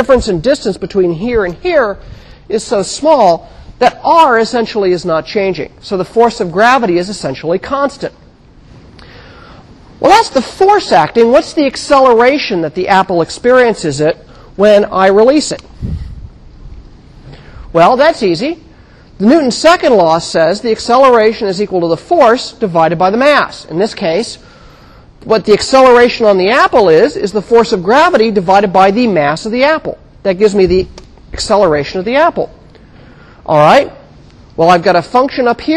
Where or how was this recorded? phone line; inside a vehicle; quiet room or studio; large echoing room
large echoing room